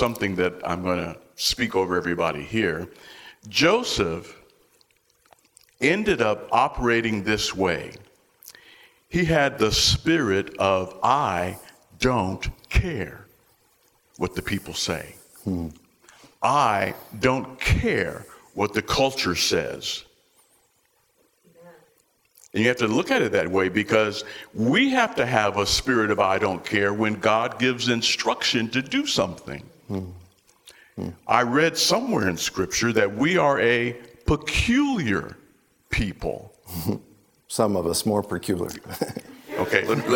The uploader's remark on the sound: These sermons are taken live from our Sunday morning church services.